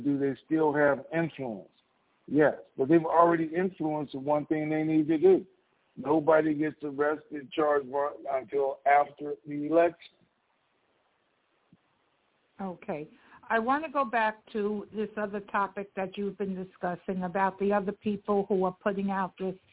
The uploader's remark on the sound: TNTSuperfantastic Conference Call